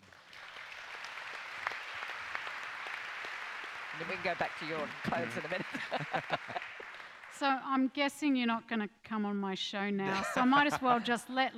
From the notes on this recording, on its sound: 2019 Newcastle Writers Festival Opening Night.